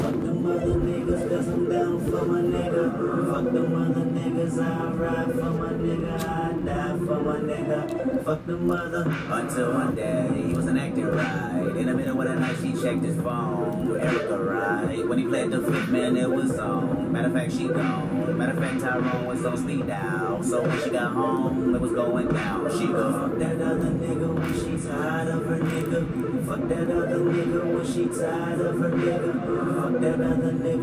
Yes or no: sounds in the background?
yes